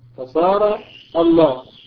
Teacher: ثم حذفت الهمزة الثانية تخفيفا فصارت الله، ثم أضغمت اللام، لام ال في اللام الثانية للتماثل